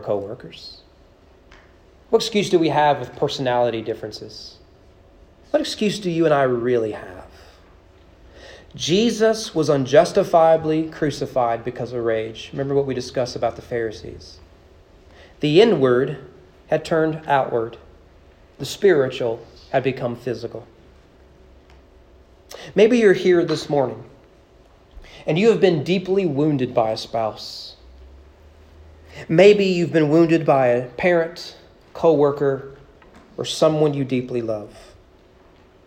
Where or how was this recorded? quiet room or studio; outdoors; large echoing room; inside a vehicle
large echoing room